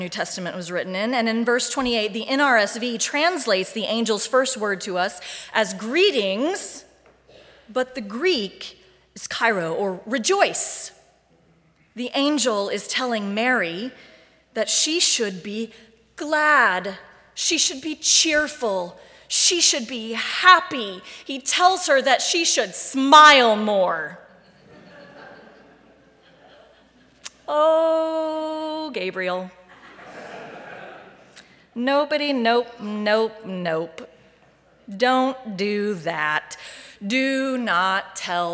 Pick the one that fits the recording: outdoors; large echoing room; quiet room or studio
large echoing room